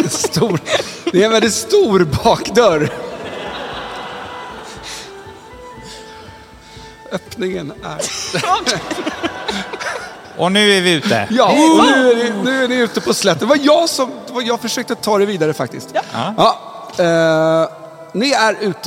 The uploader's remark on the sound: Drakar och Demoner live in Visby 2023. This liveshow was recorded during Medieval week in Visby, Gotland in august of 2023.